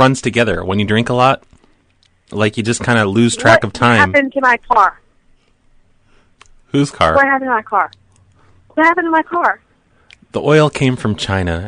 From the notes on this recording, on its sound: RBCP's Personal Prank Phone Calls Collection